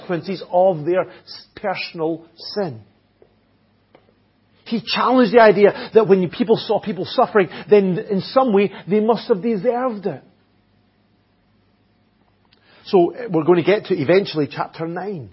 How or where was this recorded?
large echoing room